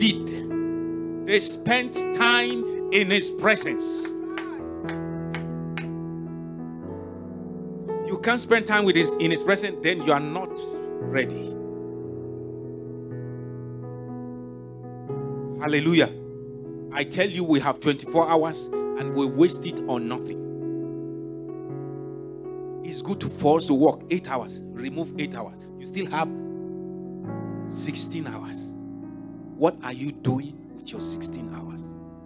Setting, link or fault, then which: setting, large echoing room